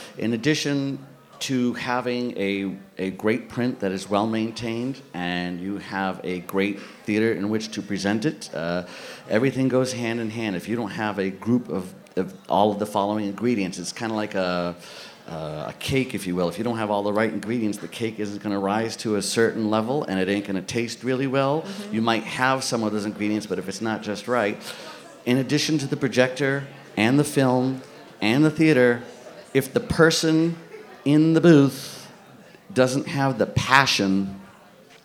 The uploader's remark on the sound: AMIA Projection Workshop at the Alamo Draft House in Austin, TX. Sat down for the first podcast recorded in front of a live audience.